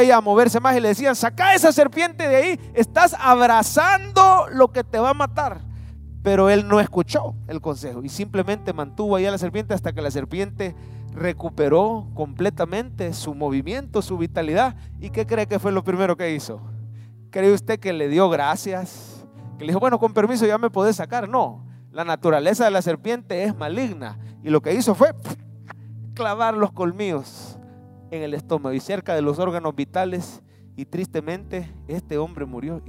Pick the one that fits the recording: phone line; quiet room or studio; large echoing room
large echoing room